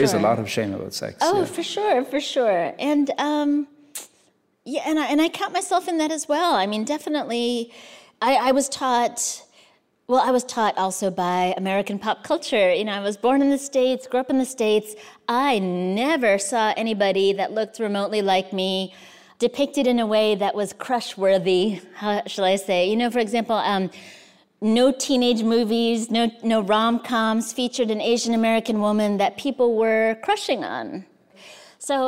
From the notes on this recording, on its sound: recorded during the 2022 Dodge Poetry Festival in Newark, New Jersey.